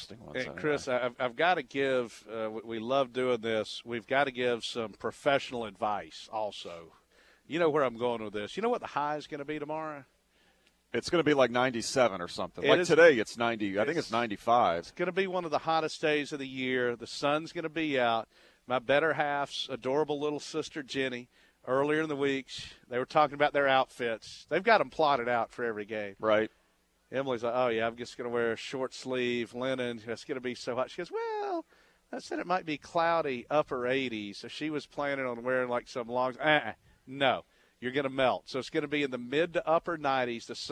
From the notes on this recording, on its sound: Live from the UGA Bookstore.